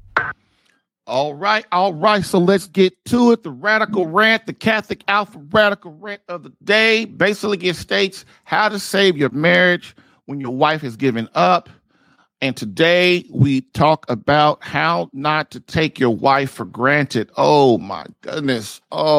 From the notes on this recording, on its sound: Catholic Alpha Radical LIVE Show. Your LIVE calls to answer your Catholic marriage problem questions.